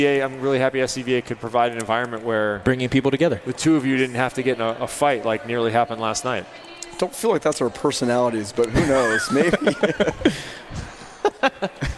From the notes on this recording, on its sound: Travel to Las Veags with a special edition of The Net Live from the Red Rocks Rave tournament brought to you by the Southern Califonia Volleyball Association (SCVA).